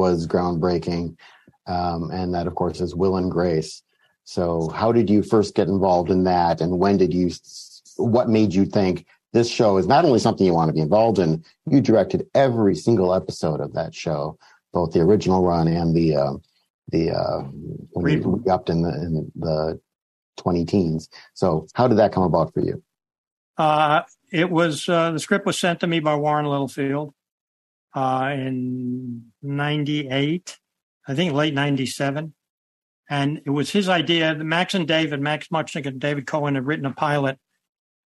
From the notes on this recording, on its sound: This program was recorded via video conference on September 27th, 2022 by the Commonwealth Club of California.